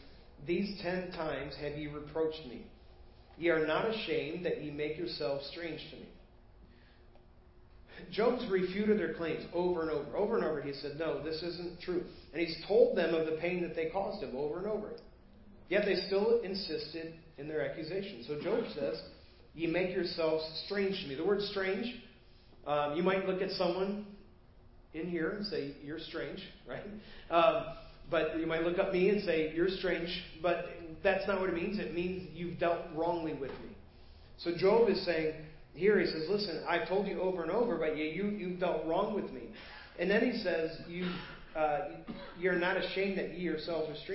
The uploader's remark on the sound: Preached at First Baptist Church of Hazel Park